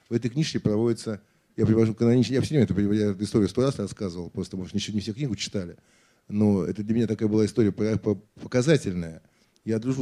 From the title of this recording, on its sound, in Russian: Публичная дискуссия